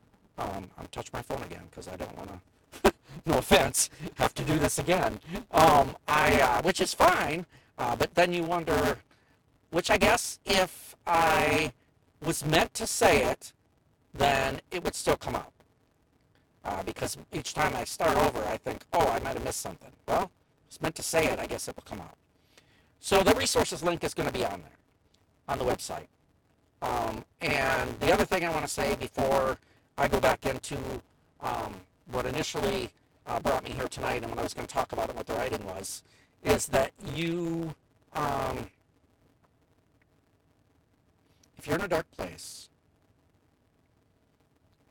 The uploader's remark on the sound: We truly apologize for the quality of the recording of Part.